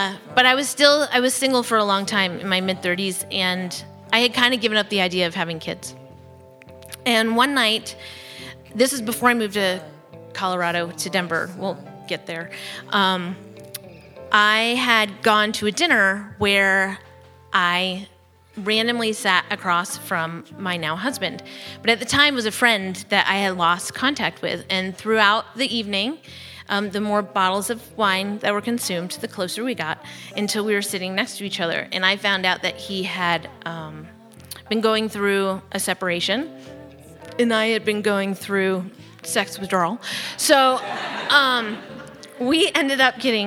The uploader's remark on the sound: from a Raconteur event recorded at Leon Gallery on November 3rd.